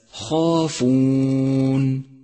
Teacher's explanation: التفخيم الكبير لحرف الخاء في كلمة خافون، فهو حرف استعلاء مفتوح جاءت بعده ألف